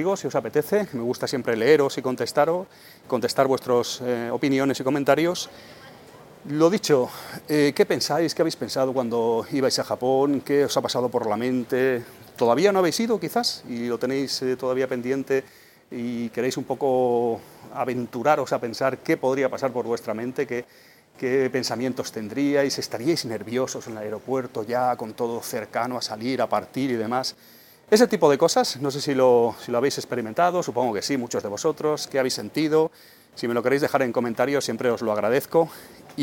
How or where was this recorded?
busy venue